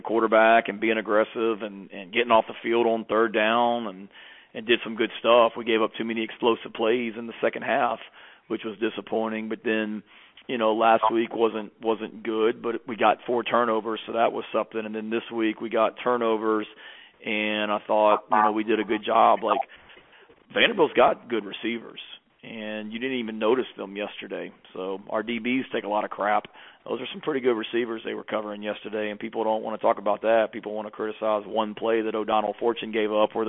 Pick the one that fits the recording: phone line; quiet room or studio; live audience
phone line